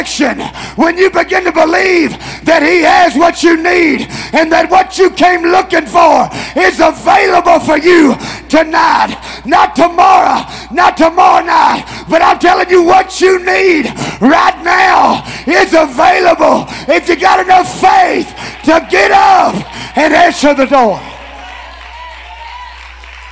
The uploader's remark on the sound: Tent Revival Night 2, Oct. 8, 2022